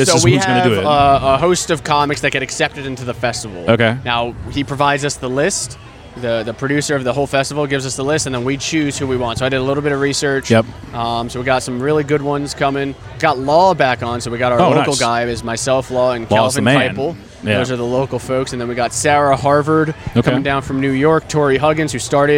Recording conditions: outdoors